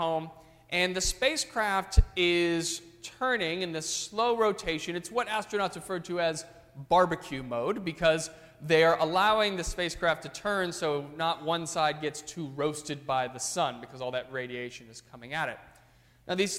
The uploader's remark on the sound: during the 9:30 AM service on Sunday December 11, 2016, at First Presbyterian Church of Arlington Heights, Illinois.